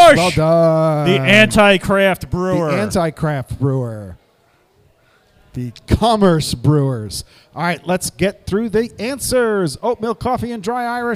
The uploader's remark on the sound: Live from the Glenbrook, it's a bonus game all about beer and Glenbrook Brewery to celebrate one year in their new location at 95 Morris St in Morristown, NJ!